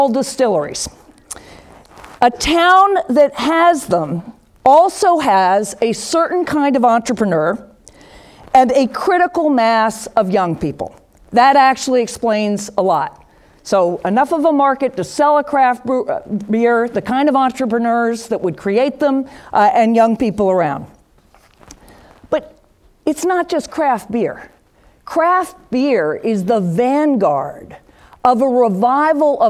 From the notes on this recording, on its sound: Upfront Summit 2018. With the Upfront Summit audience.